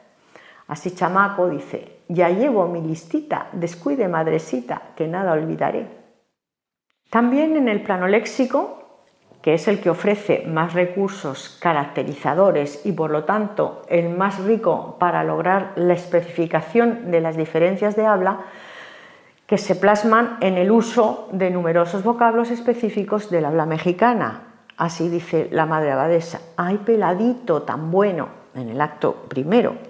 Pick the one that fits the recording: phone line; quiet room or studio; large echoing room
large echoing room